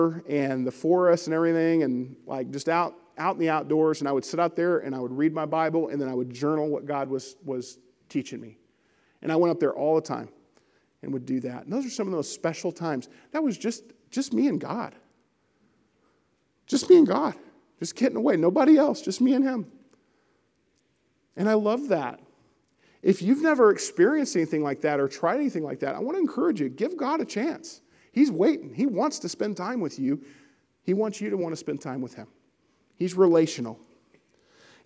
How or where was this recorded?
large echoing room